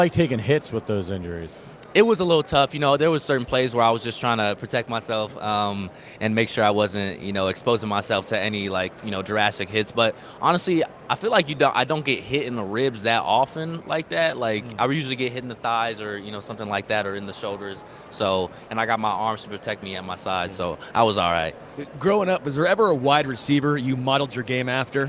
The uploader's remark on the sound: Live from Super Bowl LVII - Day 3.